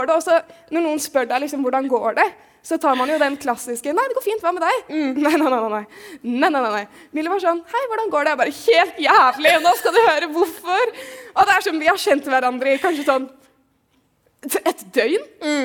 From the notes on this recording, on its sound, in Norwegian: foran et levende publikum under Trondheim Pride